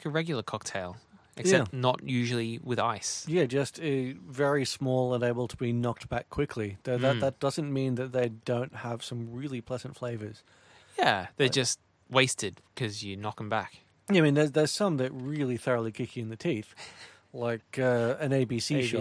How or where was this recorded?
inside a vehicle